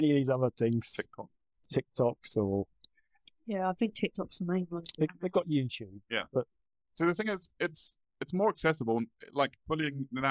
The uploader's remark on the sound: Apologies for the poor audio.